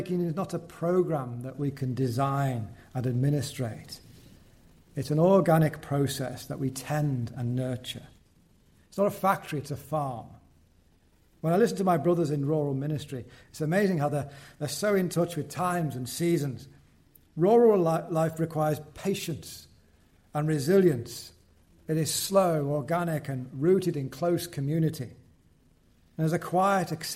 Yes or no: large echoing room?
yes